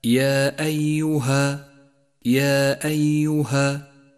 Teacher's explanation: أولا، المد المنفصل عند قوله تعالى: يا أيها يا أيها، حرف المد في كلمة والهمزة في الكلمة التي تليه، ولذلك سمي منفصلا، وهو مد جائز اخترنا قصر مده على حركتين